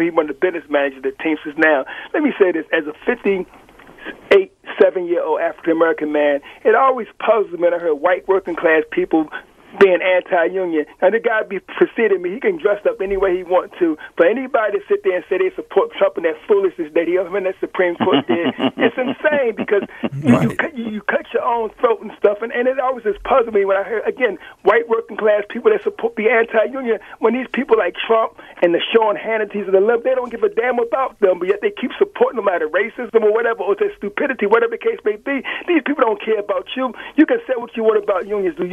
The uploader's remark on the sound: Saturday Night Live With Philly Labor. A special listener call in hour.